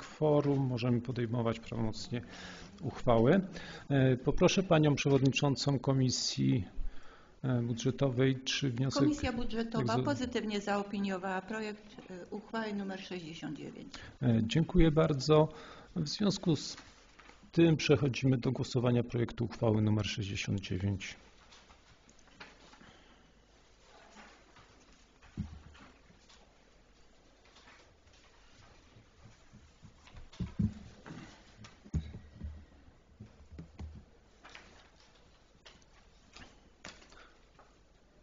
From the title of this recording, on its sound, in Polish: Nagranie z LV Sesji Rady Miejskiej w Rabce Zdroju z 26.09.2022 r